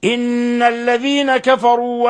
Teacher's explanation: نون مشددة اسم حرف غنة مشدد يغن مقدار حركتين